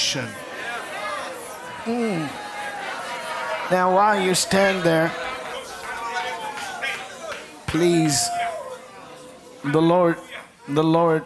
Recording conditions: live audience